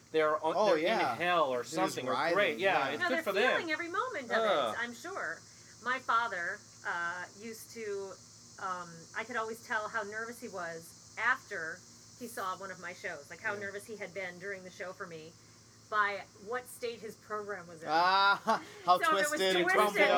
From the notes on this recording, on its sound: A note on the audio: this is actually done on my screen porch outside so you get to enjoy the crickets and wind chimes in their native glory. Also, Im currently using a single mic for all participants.